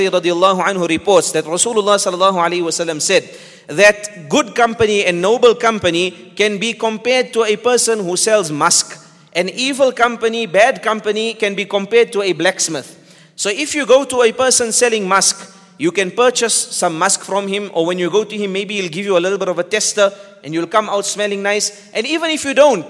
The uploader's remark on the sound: at the Houghton Masjid (West Street)